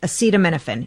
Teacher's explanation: So the C and the M are where you accentuate.